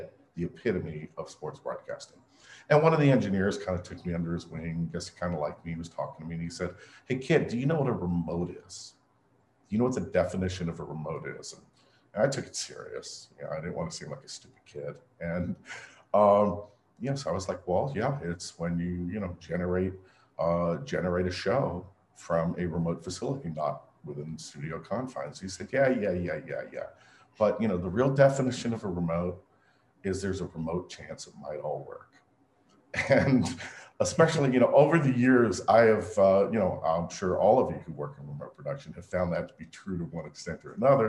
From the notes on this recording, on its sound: Webinar Recording.